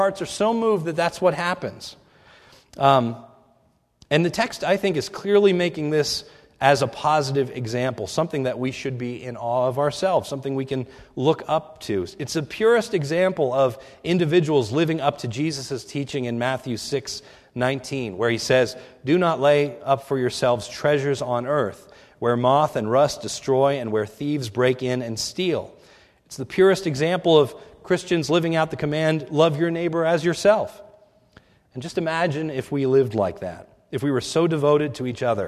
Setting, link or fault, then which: setting, large echoing room